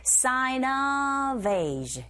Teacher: sign의 은 소리가 자음, of의 어 모음, 연음현상